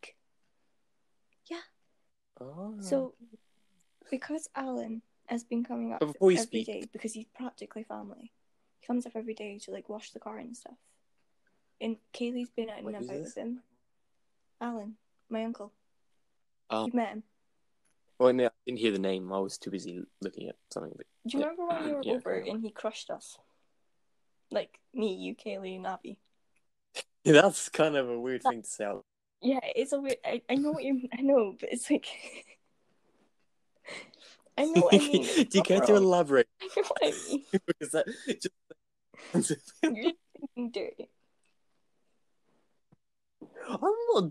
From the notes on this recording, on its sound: Sorry for any technical issues in this episode it’s taken a while to find an app to record during lockdown.